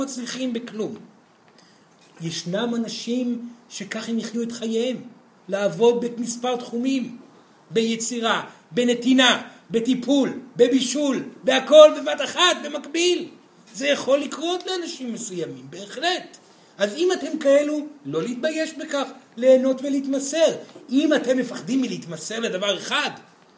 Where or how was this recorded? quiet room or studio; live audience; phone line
live audience